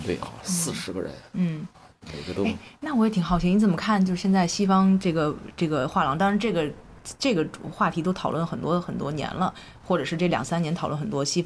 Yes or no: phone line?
no